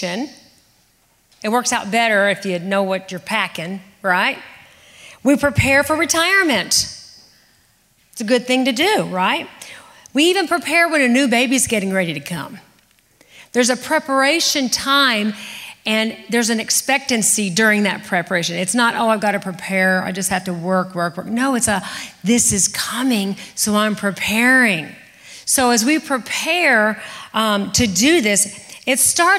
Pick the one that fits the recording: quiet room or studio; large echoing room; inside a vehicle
large echoing room